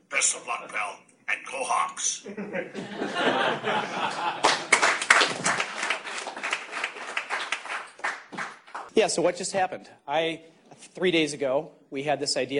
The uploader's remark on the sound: Addressed Origin Ventures' investors at our 2018 annual investor meeting in a candid fireside chat.